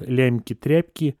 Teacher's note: Либо фонетическое, связанное с мягкостью, которая откатывается назад, так называемый регрессивный. Мягкий «ме» передает мягкость предшествующему согласному, и вот мы получаем такую вот лямки-тряпки, и, соответственно, вот такая вот мягкость, она распространяется на все окончание.